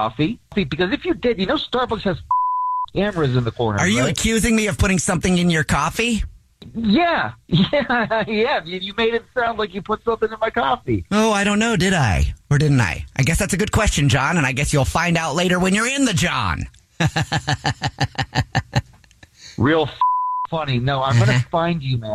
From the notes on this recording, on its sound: Phone Pranks on The Jubal Show